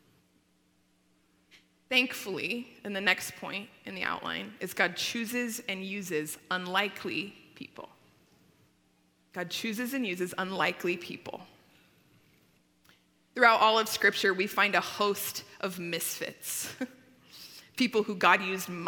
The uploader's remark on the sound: At Timberline Church. Live.